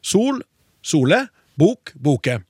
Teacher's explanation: ikke helt en e, mer ei blanding av e og æ · Term: e-ending